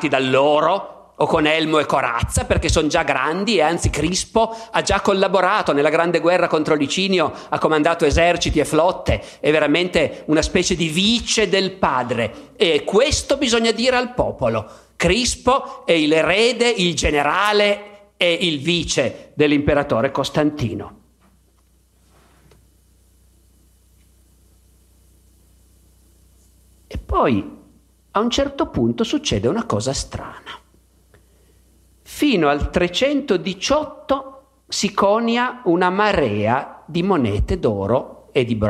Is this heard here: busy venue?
no